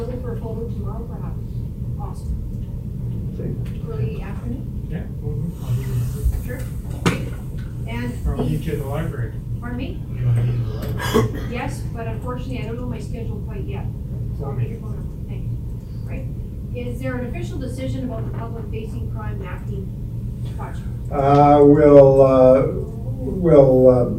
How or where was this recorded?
large echoing room